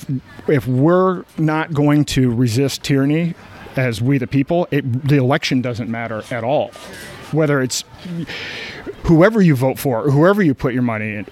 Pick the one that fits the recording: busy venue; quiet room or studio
busy venue